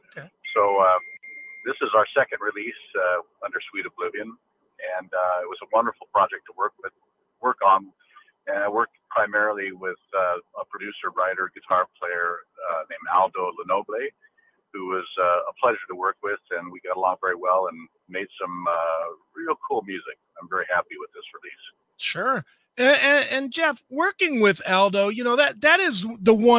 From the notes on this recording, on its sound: called